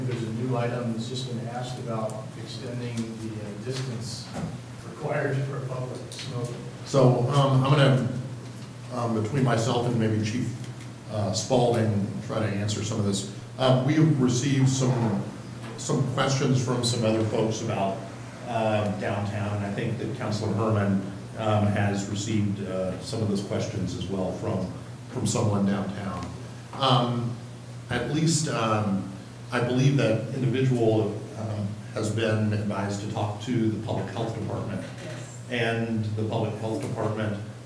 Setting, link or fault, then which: setting, large echoing room